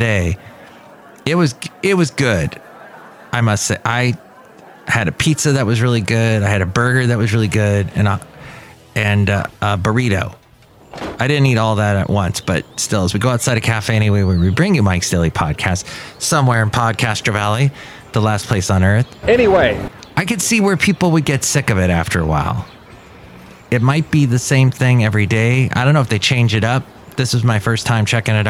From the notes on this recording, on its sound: podcasts live from Café Anyway